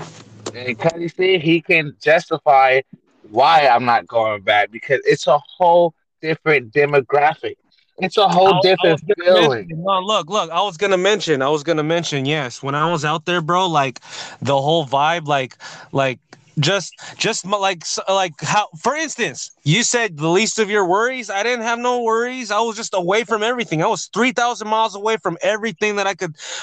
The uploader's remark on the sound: A quick segment talking their shit WHILE DRIVING.